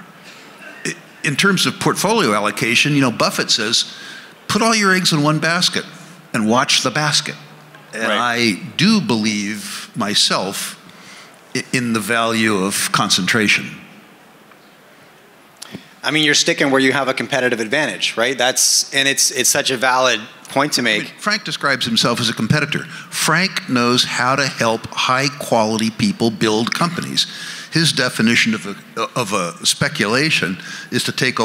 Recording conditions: busy venue